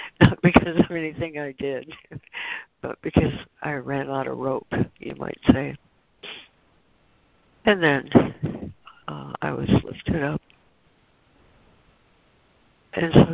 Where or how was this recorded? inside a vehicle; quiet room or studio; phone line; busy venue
phone line